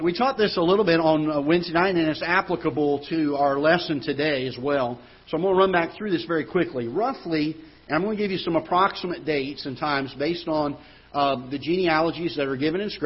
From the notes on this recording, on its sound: Ketha Heights Baptist Church ~ Live Broadcast.